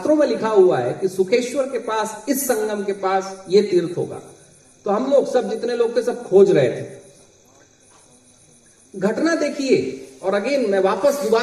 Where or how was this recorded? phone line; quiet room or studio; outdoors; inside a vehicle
outdoors